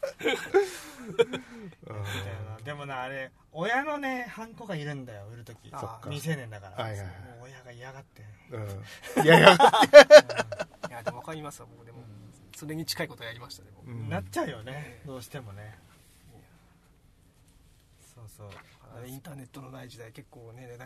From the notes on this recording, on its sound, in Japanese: 南千住某セブンイレブンの駐車場スタジオで車中収録でした！